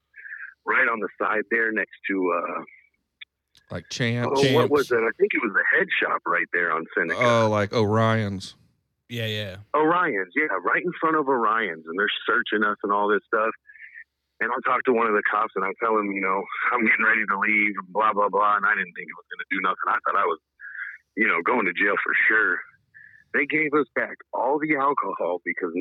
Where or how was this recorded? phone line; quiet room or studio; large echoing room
phone line